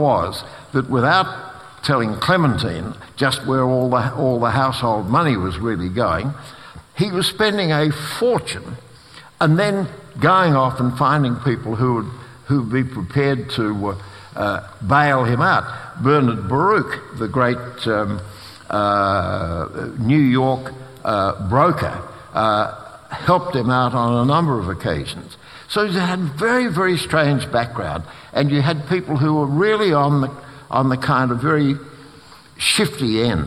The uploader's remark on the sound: This is a live recording from our event.